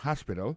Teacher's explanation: accent tombe sur premier syllabe, il y a trois syllabes